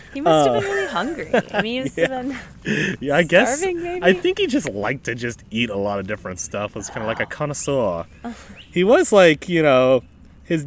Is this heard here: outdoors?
yes